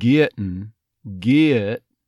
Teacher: dropping the G on the ing there